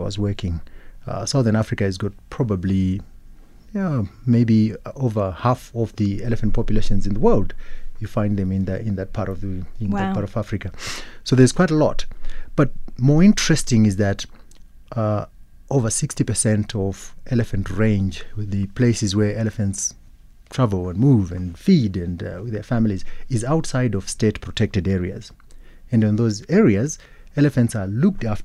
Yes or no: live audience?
no